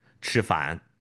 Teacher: 我们自贡人讲吃饭，那明显听到有翘舌音